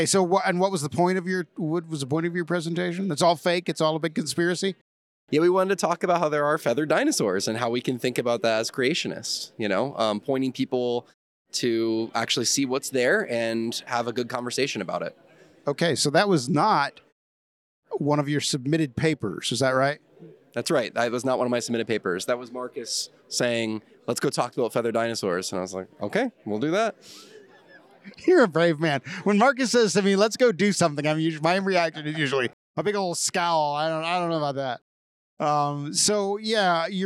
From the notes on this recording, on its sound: Live at the ICC. Together in person at the International Conference on Creationism at Cedarville University!